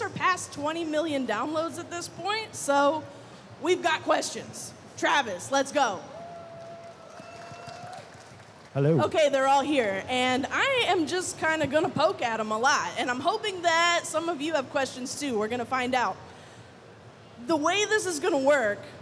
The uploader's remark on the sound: Check out the audio from MCM Comic Con's A Behind the Screens Look: Game Master's Roundtable panel. Check out the audio from MCM Comic Con's A Behind the Screens Look: Game Master's Roundtable panel. Are at MCM London Comic Con to talk about what it’s like to orchestrate your favorite role-playing games.